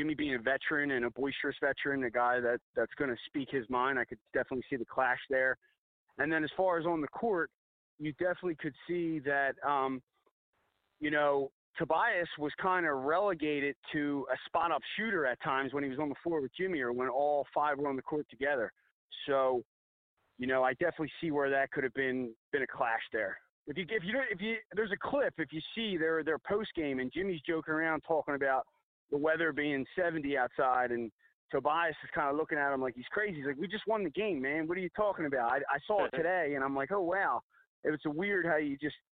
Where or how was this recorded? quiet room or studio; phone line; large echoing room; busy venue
phone line